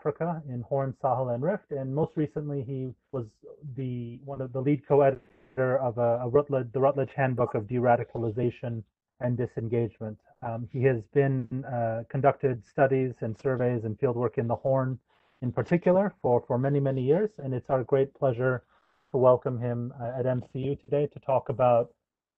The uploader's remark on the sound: This virtual lecture